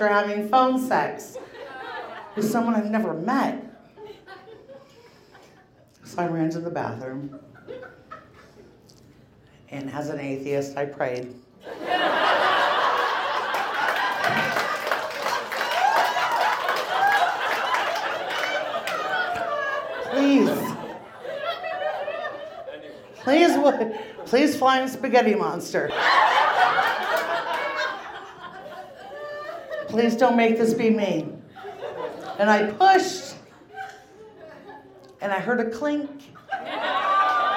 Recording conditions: live audience